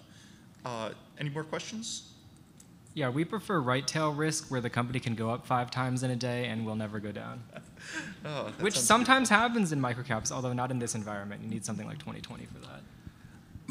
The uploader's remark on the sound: LIVE in VEGAS. This interview was recorded live at the Planet MicroCap Showcase: VEGAS 2023. All followed by Q&A from the audience.